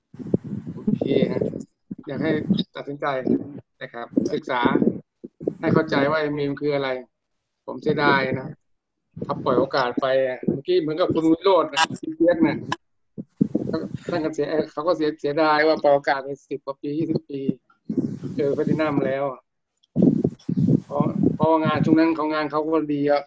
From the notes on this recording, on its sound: ZOOM Meeting